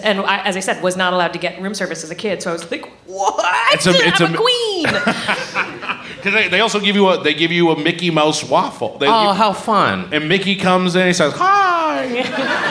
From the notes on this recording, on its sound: Recorded live in SF at Cobb's Comedy Club as part of SF Sketchfest.